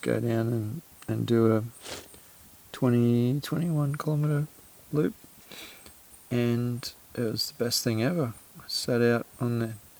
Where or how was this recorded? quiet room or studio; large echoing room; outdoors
outdoors